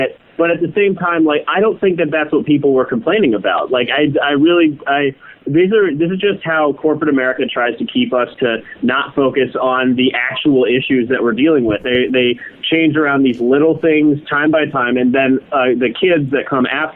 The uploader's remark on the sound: What happens when you cross a local radio host, with two dynamic phone calls (that are radio hosts themselves)?